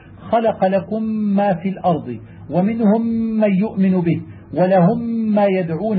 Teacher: صنفا واحدة. وإذا لقي الميم وهي ساكنة ميم أخرى وجب الإدغام، وإظهار تشديد متوسط مع إظهار غنة في الميم الأولى الساكنة